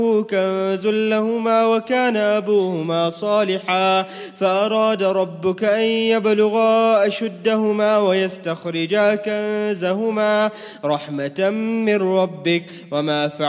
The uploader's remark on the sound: 15th Night Taraweeh 2018/1439 at the Houghton Masjid (West Street), Johannesburg, South Africa